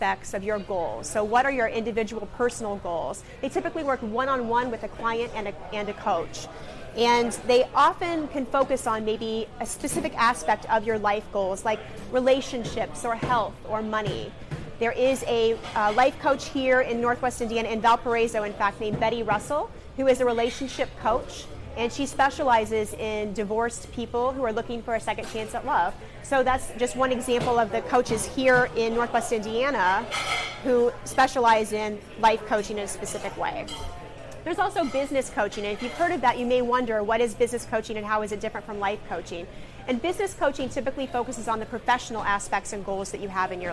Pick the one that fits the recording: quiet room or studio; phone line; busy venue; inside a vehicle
busy venue